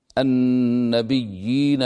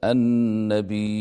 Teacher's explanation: نافع قرأ لفظ النبيين بالهمز فقرأ هكذا النبيين · Shown in: second take